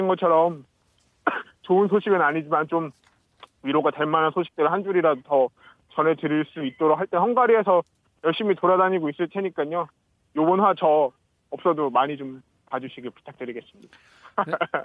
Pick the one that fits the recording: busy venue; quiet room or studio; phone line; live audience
phone line